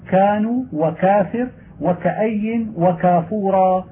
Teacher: الكاف تخرج من المخرج الثاني من مخارج الفم بعد القاف مما يلي الفم، وهي مهموسة شديدة